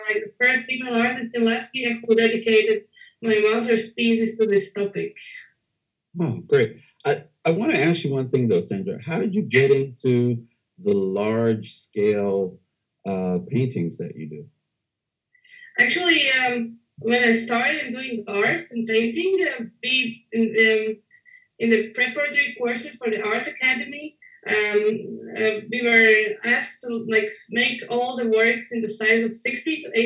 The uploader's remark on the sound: Seven Zoom panellists gently pass the conversational ball back and forth. Edison Public Library ; a town with the motto “Let There Be Light”, hosted the live-streamed event in the early hours of a quiet, dark London night in March, contrasting with the bright, sunny Edison evening, slipping into twilight, Eastern Time.